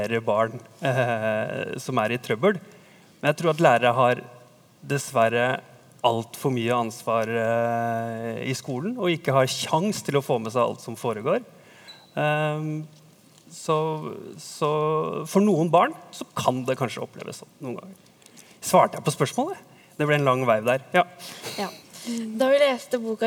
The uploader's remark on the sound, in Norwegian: Opptaket er gjort på Sentralen i Oslo i forbindelse med Lesekioskfestivalen.